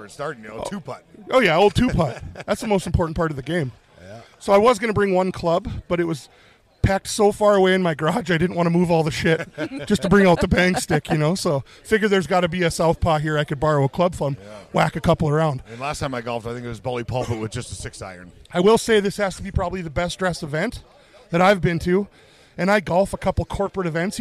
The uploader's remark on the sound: Coming to you from the beautiful Wildwood Golf Course in Burlington, ND it's the first annual Kirk Elm Classic.